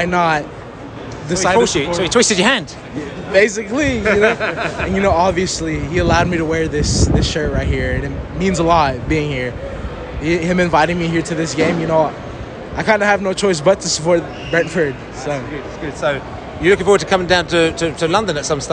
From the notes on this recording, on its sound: Brentford US Tour. Post-Match Washington podcast from the stands.